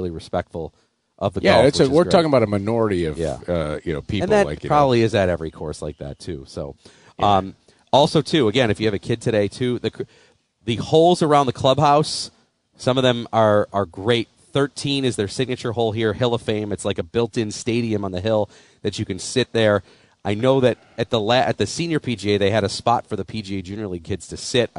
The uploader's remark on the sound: Live from the PGA Championship at Oak Hill